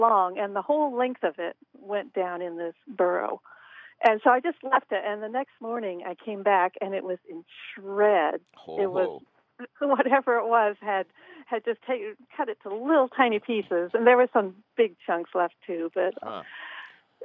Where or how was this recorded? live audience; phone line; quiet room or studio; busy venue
phone line